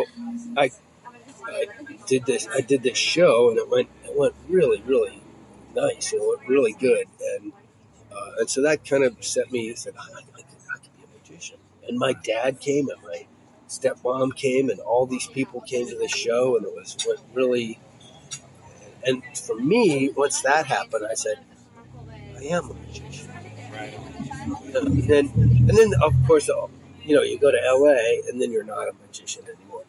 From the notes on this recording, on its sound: sit outside a coffee shop in LA